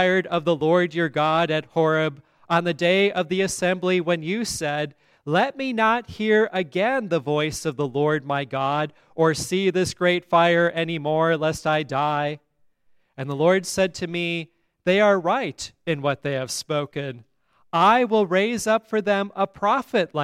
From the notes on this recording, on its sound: at Grace Lutheran Church, Lexington, MO